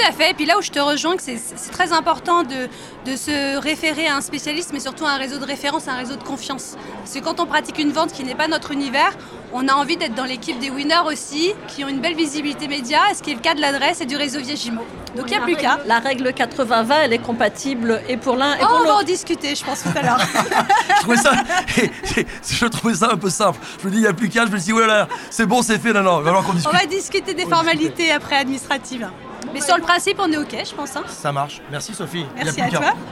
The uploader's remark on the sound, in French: Ce podcast a été enregistré à Immo, le congrès de la FNAIM à Paris, les 4 et 5 décembre 2023. Ce podcast a été enregistré à Immo, le congrès de la FNAIM à Paris, les 4 et 5 décembre 2023.